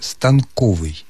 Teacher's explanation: рекомендуют произносить это слово только с ударением на втором слоге